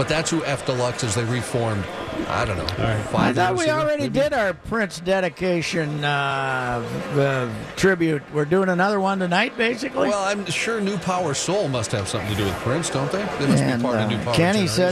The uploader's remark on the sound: Live from Radio Row at the Mall of America. Live in studio.